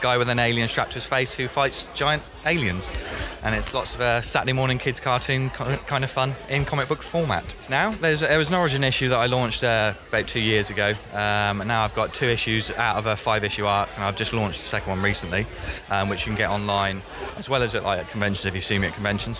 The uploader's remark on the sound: We head on the road to Melksham Comic Con 2015 and chat with the organisers, attendees and Brians at the event. Took Bee Mic round Melksham Comic Con to interview organisers, volunteers.